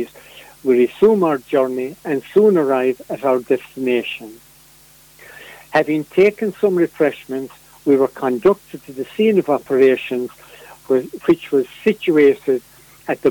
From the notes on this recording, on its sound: joined on the phone by Ogonnelloe correspondent